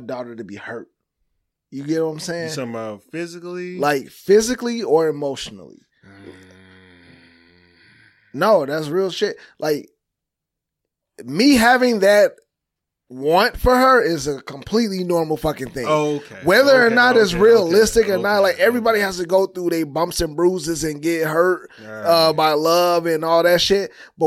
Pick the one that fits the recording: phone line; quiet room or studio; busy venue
quiet room or studio